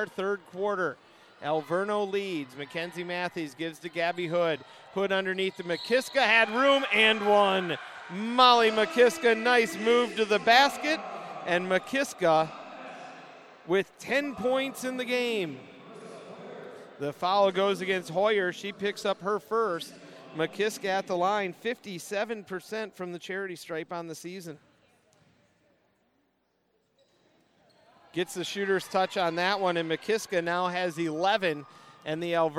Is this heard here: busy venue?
yes